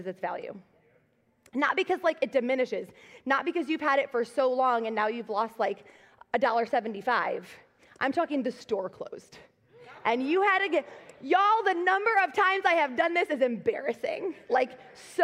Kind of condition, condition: setting, large echoing room